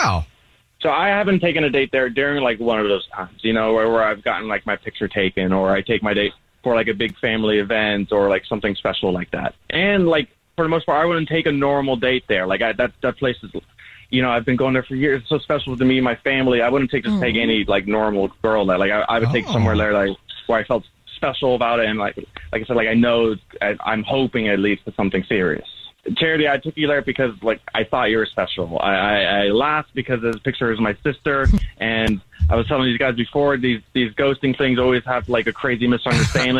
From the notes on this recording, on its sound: We get that other person on the phone